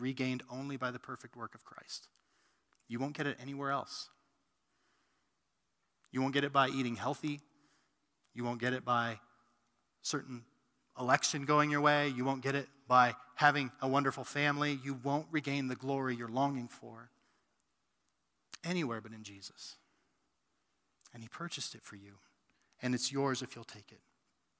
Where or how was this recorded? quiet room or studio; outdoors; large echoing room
large echoing room